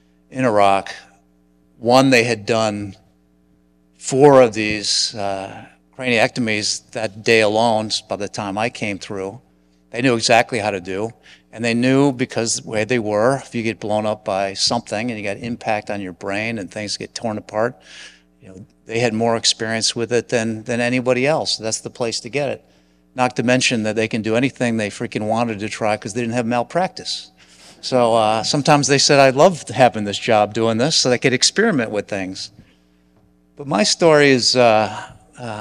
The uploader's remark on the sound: Churchill Lecture at ACS Clinical Congress 2023. That the audience could hear the personal story of a special guest.